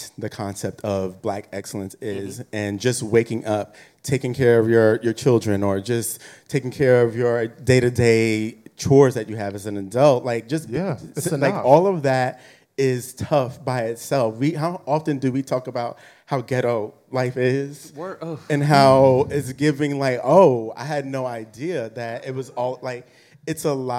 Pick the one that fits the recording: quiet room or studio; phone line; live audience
live audience